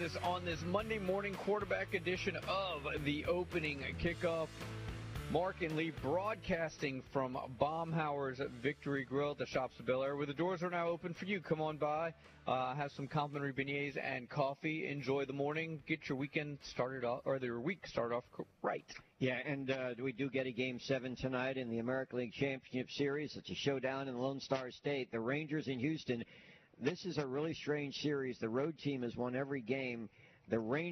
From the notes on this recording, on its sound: LIVE at Baumhower's Victory Grill